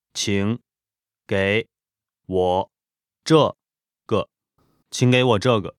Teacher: 请, which is third tone, but becomes second tone in this phrase